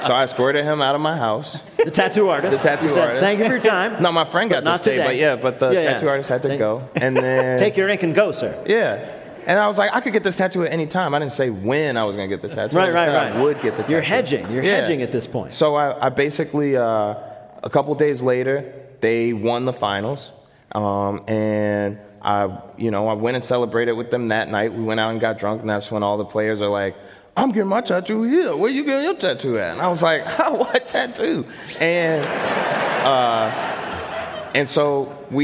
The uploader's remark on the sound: at the Harris Theater in Chicago